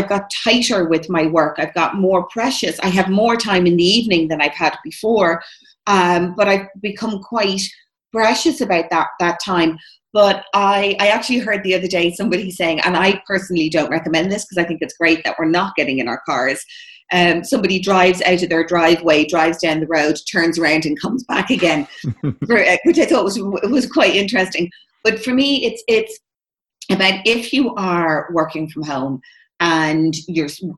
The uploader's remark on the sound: Over Zoom. In Ireland, at the time of recording, we are at week three of this new reality.